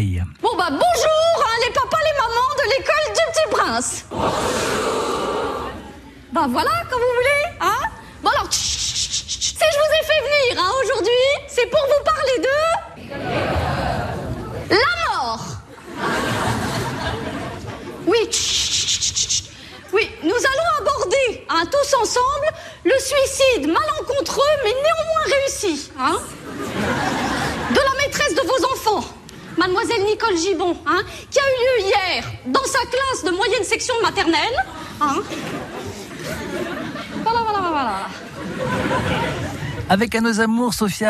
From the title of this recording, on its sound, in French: Sur la scène de l'entrepot du Haillan.